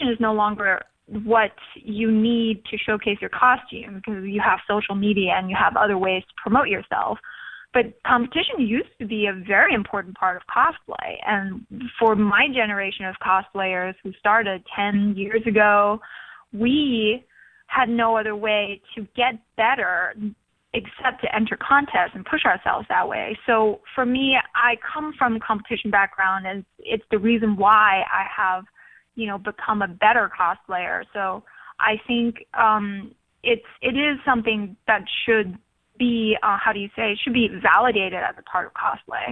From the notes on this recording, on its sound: calls